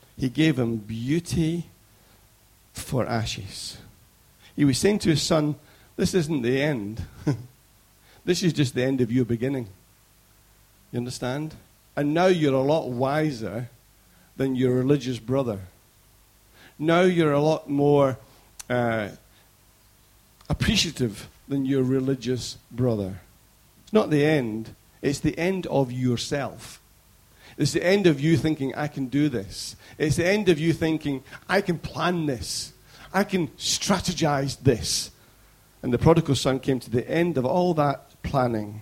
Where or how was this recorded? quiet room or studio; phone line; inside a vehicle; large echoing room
large echoing room